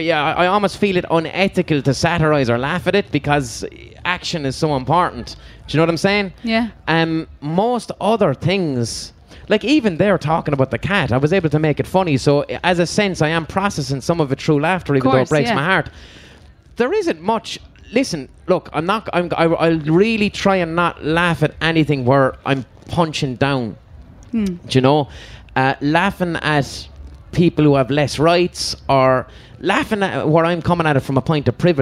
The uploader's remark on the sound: Live from Electric Picnic 2019